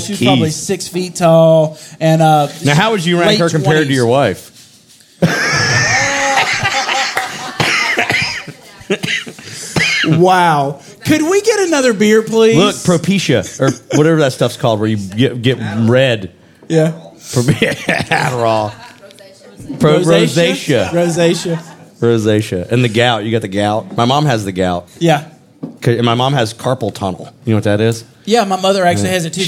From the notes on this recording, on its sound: Live from Uncle Pearle’s Tavern in front of a real live audience, down in the basement of the Buford Variety Theater, in Buford, Georgia.